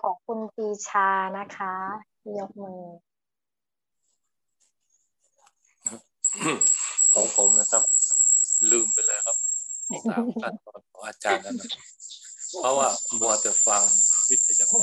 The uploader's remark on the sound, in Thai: คอร์สออนไลน์ (ผ่านโปรแกรม Zoom)